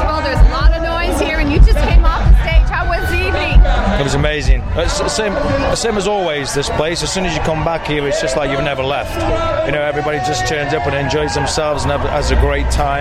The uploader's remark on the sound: Interviews from the Collingwood Elvis Festival 2016